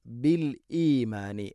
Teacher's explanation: സബഖൂന ബിൽ ഈമാനി, ബില്ലീമാനി അല്ല, ബില്ലീമാനി എന്നല്ല, ബിൽ ഈമാനി Hamza ഉച്ചരിക്കണം